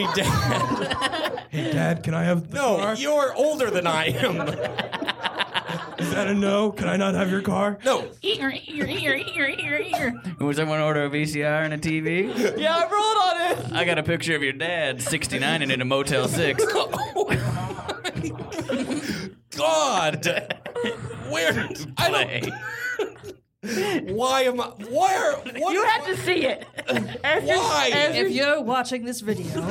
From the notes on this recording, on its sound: Recorded Live at The Good Good Comedy Theatre in Philly. Recorded live at The Good Good Comedy Theatre in Philadelphia, PA.